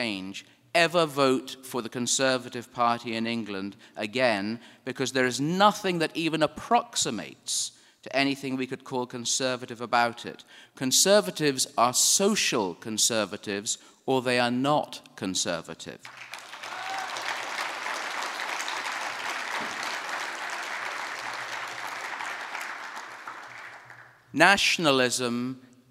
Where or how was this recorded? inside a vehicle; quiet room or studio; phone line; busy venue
busy venue